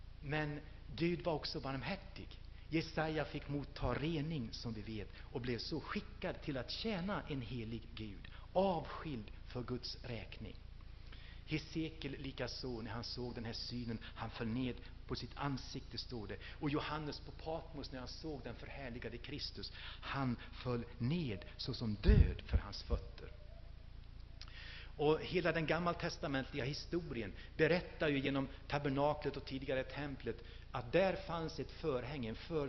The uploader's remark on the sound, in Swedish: Inspelad i H&#246;n&#246; Missionsf&#246;rsamling 2000-11-05.